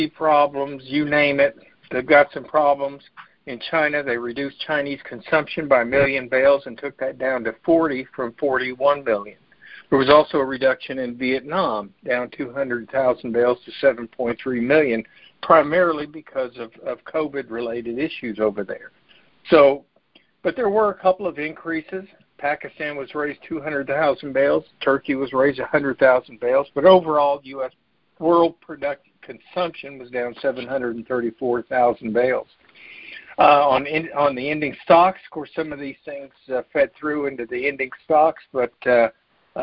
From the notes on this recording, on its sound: Oct 2021 Monthly Conference Call